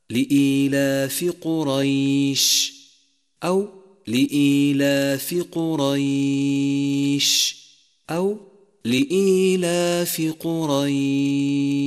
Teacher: يمد مد اللين حركتين أو أربعة أو ست حركات في حال الوقف فقط، أما في حال الوصل فلا مد فيه. · لاحظ كيف جاء حرف الياء ساكنا وقبله حرف الراء مفتوحا، فالياء هنا ياء لينة